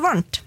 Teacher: i stedet for å lukke leppen, så tar du tunga bak på tennene